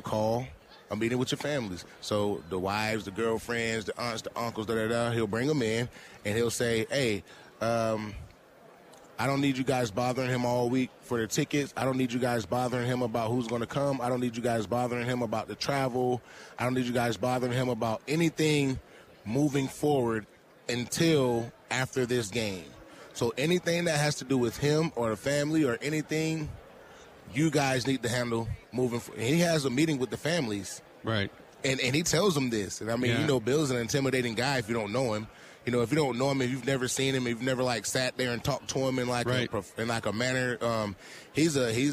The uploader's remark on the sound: Live From Super Bowl Radio Row